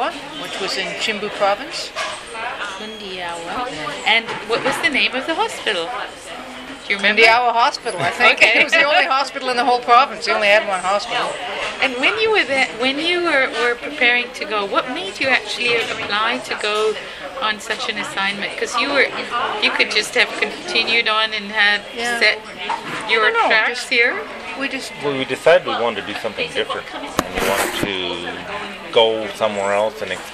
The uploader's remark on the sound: At a Tim Horton's in Kamloops, BC. Just as they were returning from a trip.